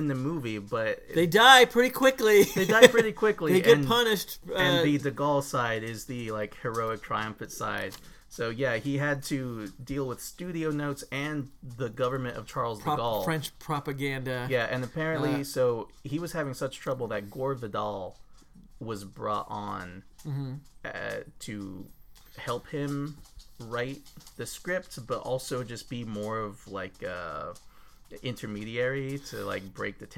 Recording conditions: background noise